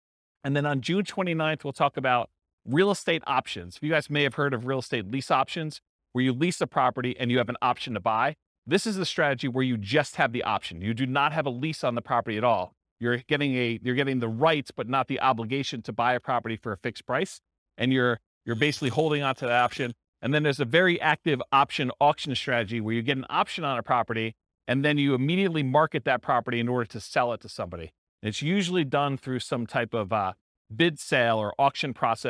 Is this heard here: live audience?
yes